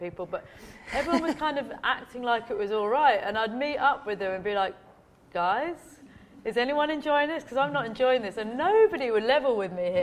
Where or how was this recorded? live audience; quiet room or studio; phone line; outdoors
live audience